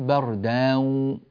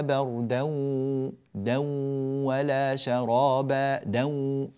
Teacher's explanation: التنوين في حال الإدغام بغنة لا تمط فتحة التنوين · Shown in: second take